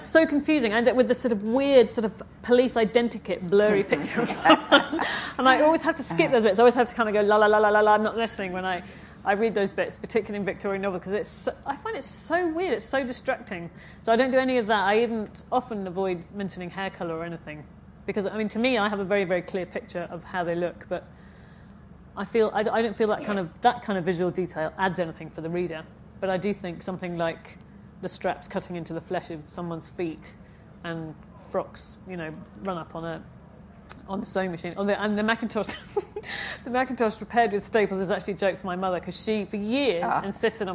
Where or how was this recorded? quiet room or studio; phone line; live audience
live audience